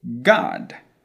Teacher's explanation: It is more open. It's an O that wants to be an A.